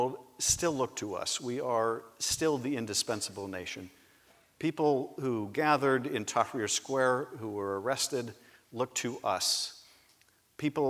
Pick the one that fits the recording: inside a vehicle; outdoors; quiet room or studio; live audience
live audience